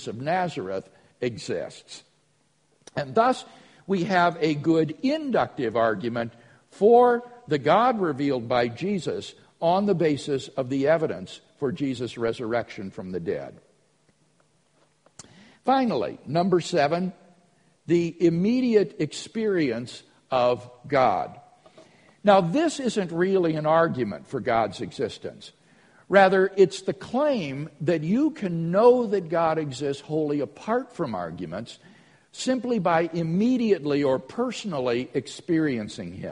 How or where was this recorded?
large echoing room